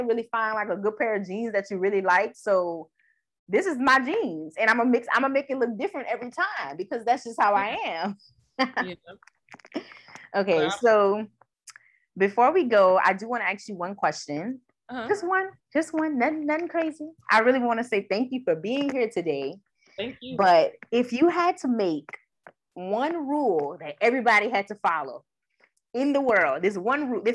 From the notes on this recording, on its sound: I apologize for any confusion audio glitches in advance as I was learning to record from different locations.